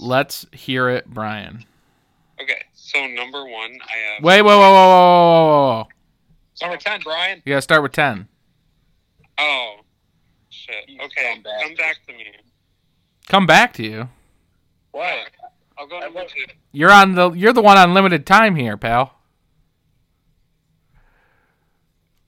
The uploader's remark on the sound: The gang joins via teleconference